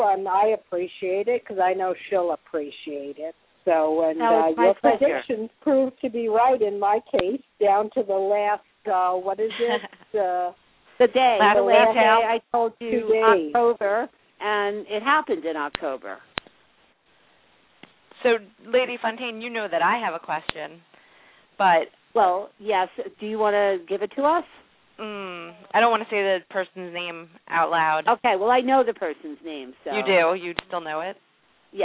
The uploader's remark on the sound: take your calls on the air - LIVE!